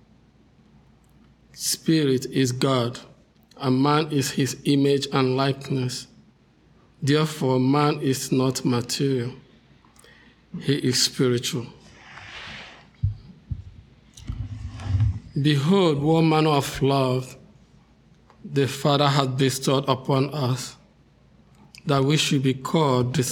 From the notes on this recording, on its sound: The Sunday service audio.